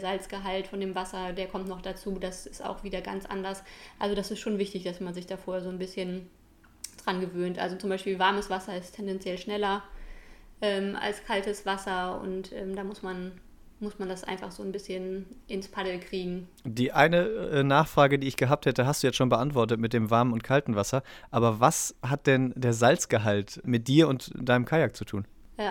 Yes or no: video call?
no